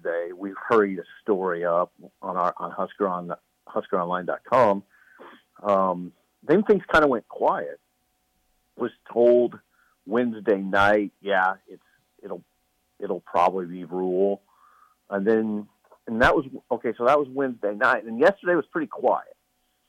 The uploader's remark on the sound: is in Iowa City and calls